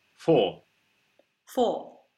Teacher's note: We're not acknowledging the R then at all. It's just an open O, no R. It's gone. Say unto the cities of Judah.